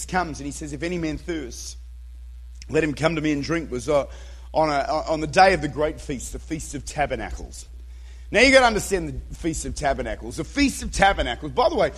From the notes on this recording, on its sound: Recorded at Redeemer Church, Utica, New York.